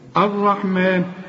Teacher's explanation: اللام دي بدون تشكيل بتتحول إلى الحرف اللي بعدها على طول، تبقى زيه بالظبط · Term: إضغام